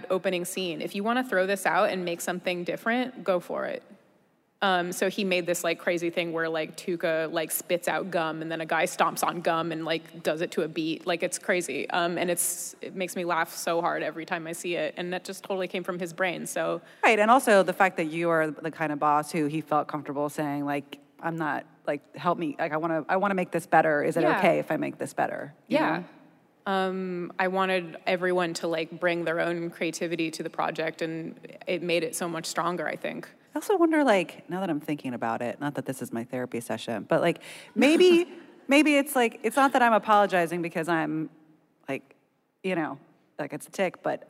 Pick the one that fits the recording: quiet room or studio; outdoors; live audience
live audience